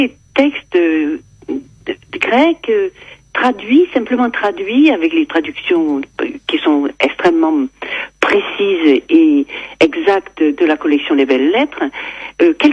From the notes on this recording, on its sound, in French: par téléphone